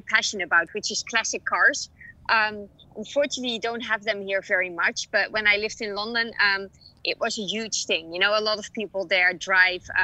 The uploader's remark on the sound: backyard in Los Angeles, California